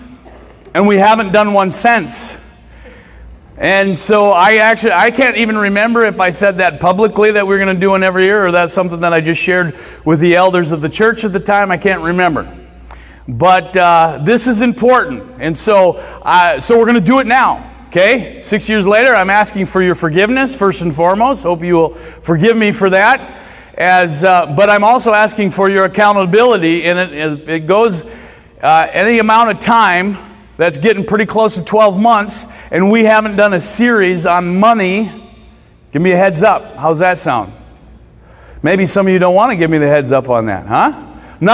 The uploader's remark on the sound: recorded Sunday mornings at Church of Hope